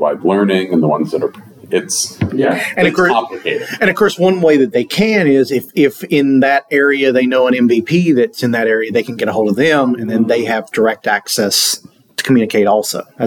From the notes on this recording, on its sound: here at the PowerShell + DevOps Global Summit in Bellevue, Washington.